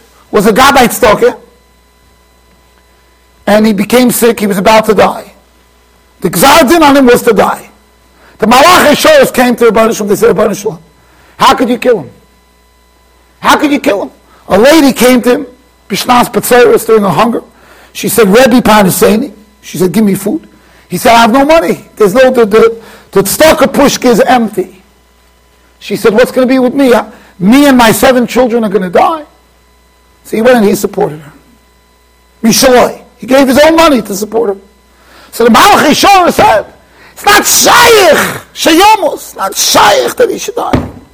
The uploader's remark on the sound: Shiur recorded in Yeshivas Ohr Reuven, Monsey NY.